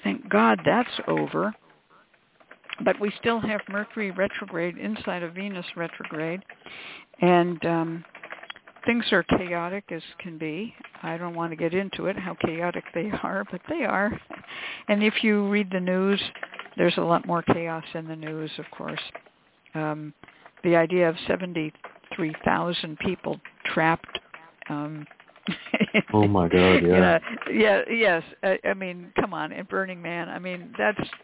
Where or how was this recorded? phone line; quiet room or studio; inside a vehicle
phone line